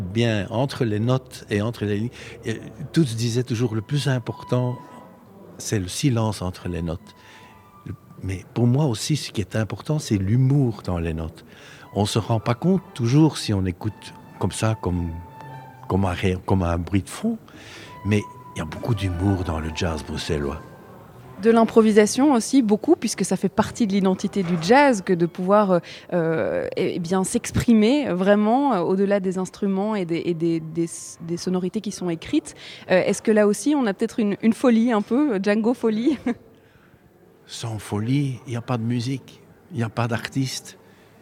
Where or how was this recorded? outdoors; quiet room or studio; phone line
outdoors